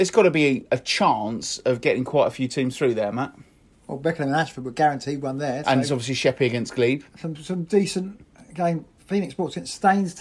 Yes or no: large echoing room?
no